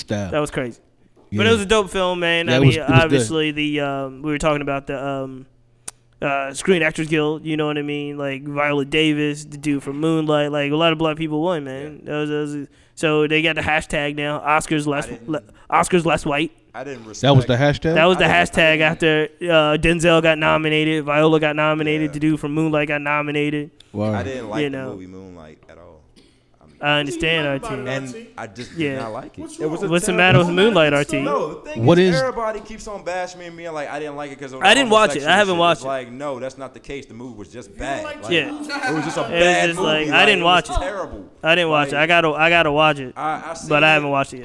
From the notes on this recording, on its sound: Live from Brewer's Café in Richmond, VA.